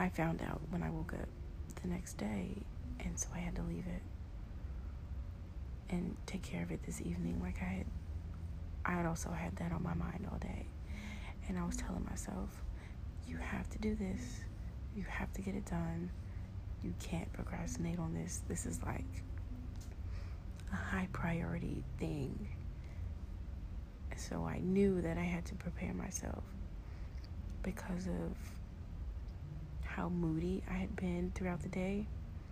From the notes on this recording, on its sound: Sorry about the trashy audio though, my son demands his jazz music on while he sleeps and the AC was doing the most as well.